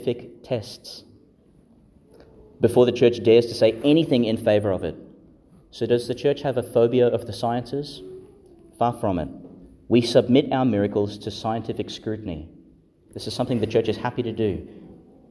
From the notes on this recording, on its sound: delivered (in the morning) in Our Lady Star of the Sea Church, Gladstone, Qld.